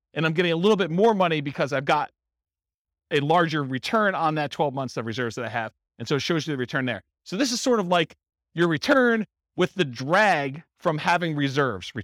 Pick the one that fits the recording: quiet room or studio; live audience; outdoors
live audience